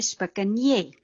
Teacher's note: By spikenes word die N as 'n NJ uitgespreek wat 'n palatale klank is. En daar dieselfde NJ klank, ne klank, hoor ons dan by spikenjé.